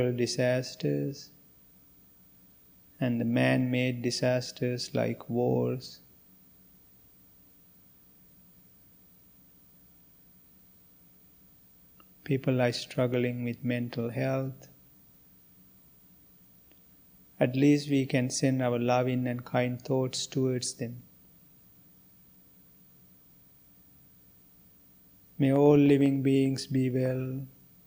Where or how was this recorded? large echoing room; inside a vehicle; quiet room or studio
large echoing room